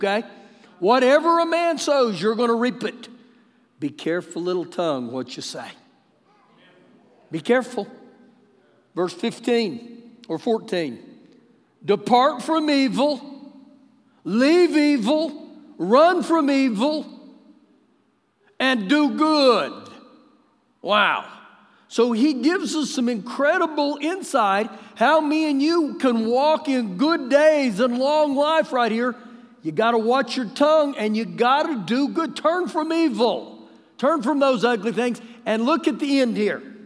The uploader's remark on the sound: Recorded live during our Wednesday night service